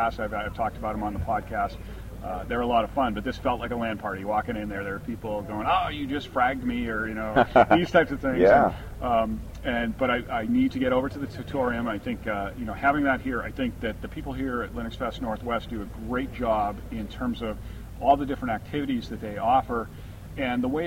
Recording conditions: outdoors